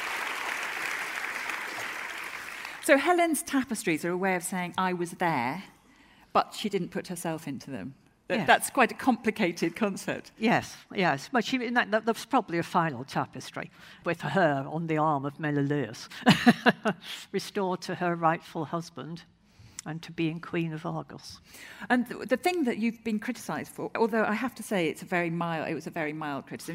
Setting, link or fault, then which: setting, live audience